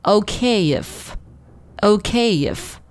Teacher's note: 连读的时候用一个很轻的 y 的滑音去连接